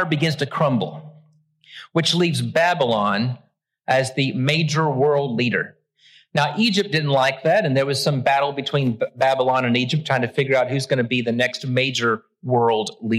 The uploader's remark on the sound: Originally preached at the West Side Church of Christ (Searcy, AR)